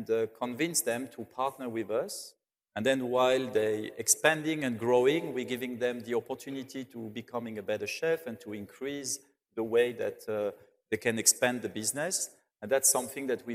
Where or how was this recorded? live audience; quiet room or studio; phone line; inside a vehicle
live audience